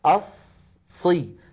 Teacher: هذه الصاد مشددة فهي تتألف من صادين، الصاد الأولى ساكنة أصي، فالصاد الأولى زمنها مساو للهاء في اهدي.